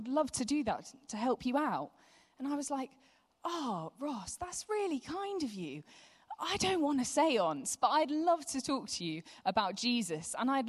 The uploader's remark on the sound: Live from Project 23. We're continuing to bring you live sessions from the most recent Project 23 conference.